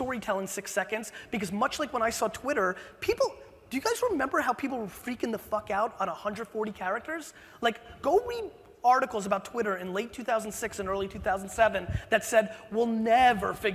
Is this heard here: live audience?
yes